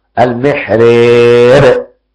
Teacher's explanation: ابن ذكوان فله إمالة، وعلى الإمالة ترقيق الراء